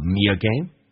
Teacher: Me 跟 again 中间可以加个也，这是元音跟元音之间的连音叫 me 也。不是加我就是加也，这边加也叫 me again.